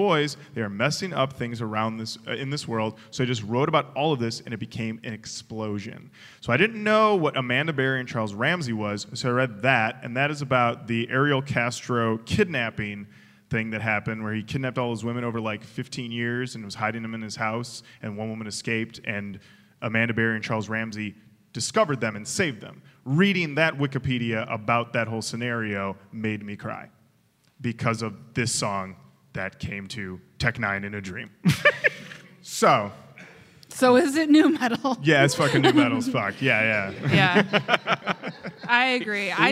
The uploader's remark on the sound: Recorded live at the 2018 Detroit Improv Festival.